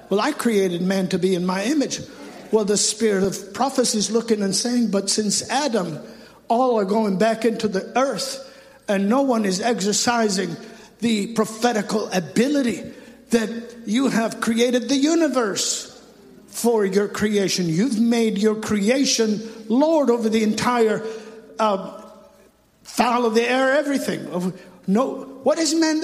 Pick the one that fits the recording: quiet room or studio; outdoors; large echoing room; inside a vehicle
large echoing room